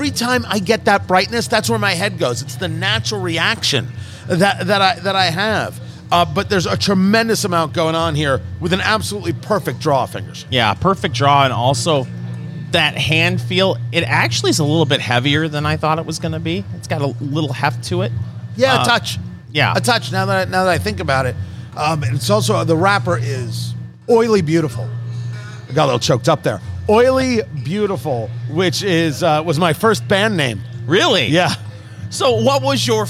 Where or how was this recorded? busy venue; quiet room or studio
busy venue